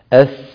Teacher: وهو حرف فيه صفير، والصفير من صفات القوة. أس ولولا الصفير الذي فيه لكان حرفا ضعيفا، لكن الصفير يقويه.